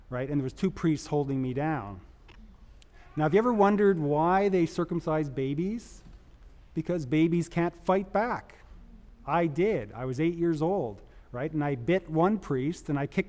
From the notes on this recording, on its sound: This is a recording of the panel discussion and Q&A from the Vancouver, British Columbia screening of Cut. The screening took place at the Roundhouse Community Center.